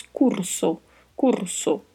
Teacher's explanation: Na sequência temos a palavra curso, Curso que tem significado semelhante ao português, e o que a gente vai ressaltar aí é exatamente a pronúncia, que é diferente. Tem o vibrato da letra R e tem a letra O, que é um pouco mais fechada